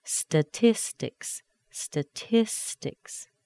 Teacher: the T is before a weak syllable. Sounds like a D.